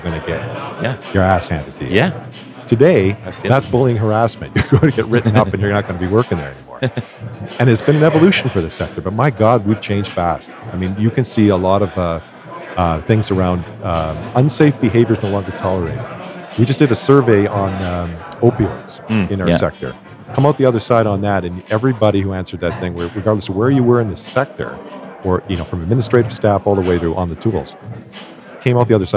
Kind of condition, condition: setting, busy venue